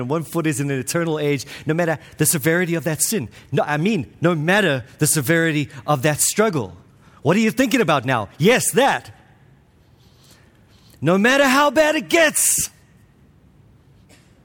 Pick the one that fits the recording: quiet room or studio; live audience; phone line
live audience